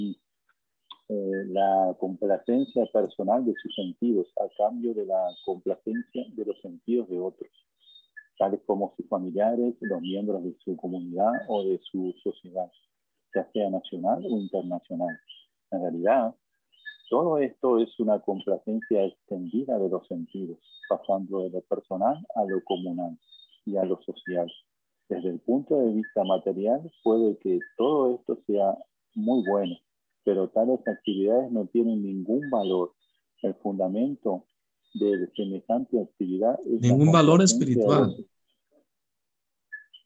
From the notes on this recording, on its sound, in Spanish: Conferencia por ZOOM